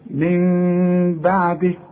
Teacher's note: اذا هنا مش هضم شفايفي، هيحصل انفراج في الشفايف خفيف علشان يحصل الاخفاء · Term: اقلاب مع الاخفاء مع الغنة